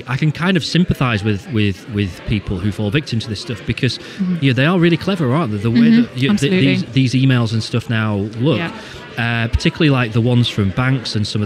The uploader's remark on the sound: Recorded at the YORBusiness Expo in Leeds in March 2023.